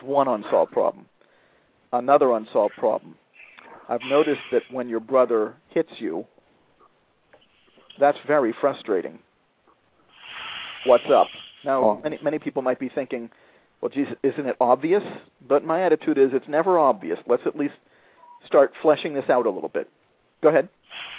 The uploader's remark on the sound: a father who called